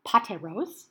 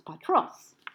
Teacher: you lose that vowel between the tau and the rho, the eta just falls out · Shown in: second take · and you're left with this form that simply omits it. · Term: syncopation